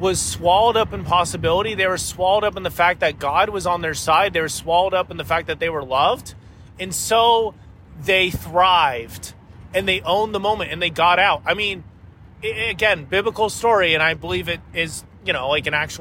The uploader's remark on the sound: This was recorded in my car, so the sound quality is a bit lacking. At the time I was driving through Arkansas, on the way to Tennessee.